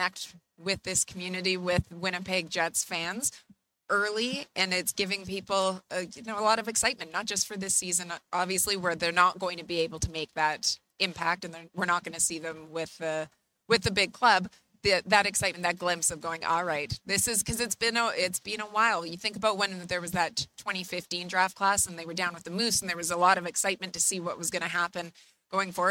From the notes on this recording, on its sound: Live at Winnipeg Jets Training Camp Day 2. They are live from the hockey for all centre for Day 2 of Winnipeg Jets Training Camp.